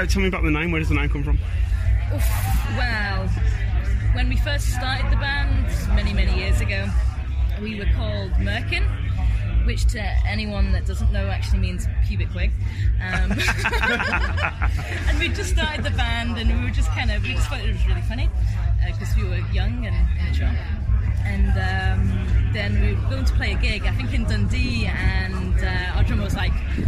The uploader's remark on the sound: Festival special from Arctangent. Featuring chats with a few of the bands.